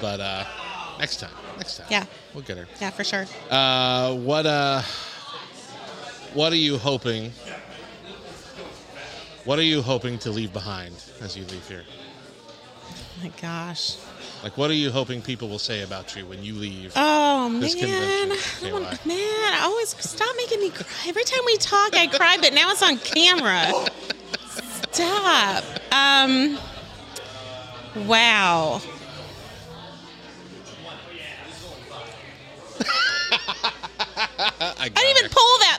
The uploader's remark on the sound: Live Interviews | LTNcon In Your Own Words: Attendees